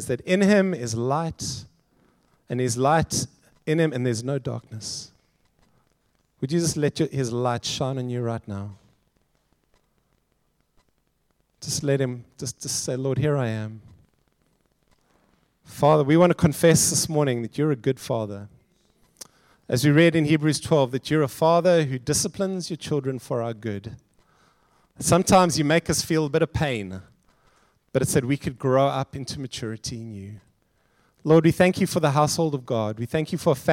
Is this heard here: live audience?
yes